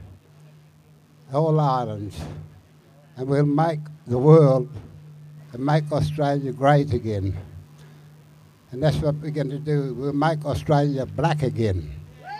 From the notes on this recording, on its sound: Speaking outside the Deep Yellow AGM in Perth.